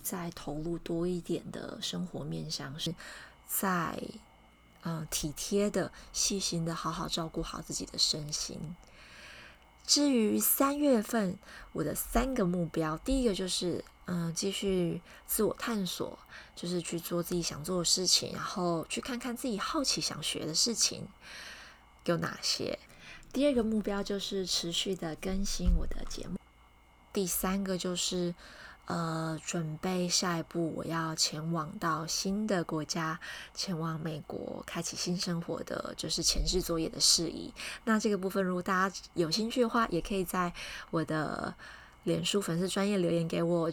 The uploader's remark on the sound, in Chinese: 這次錄音環境比較吵雜、還有外面的放鞭炮的聲音